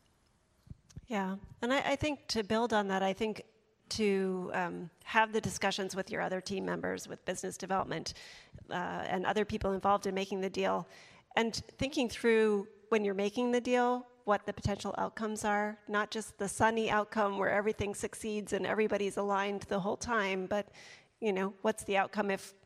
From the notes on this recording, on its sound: This session recorded at CMO Summit 2022